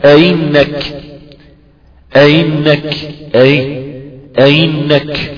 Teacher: همزة مسهلة بين بين، بين الهمزة وبين الياء